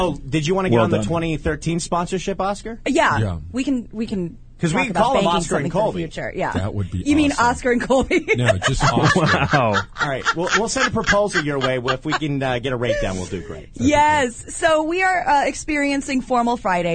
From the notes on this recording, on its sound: Your live calls and tweets!